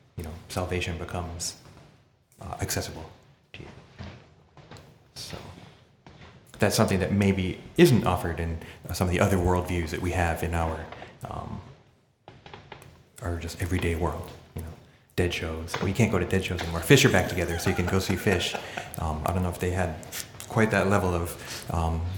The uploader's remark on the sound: Our second live recording — actually live this time and broadcast via webstream across the Internets — was recorded in the lobby of the Jodo Shinshu Center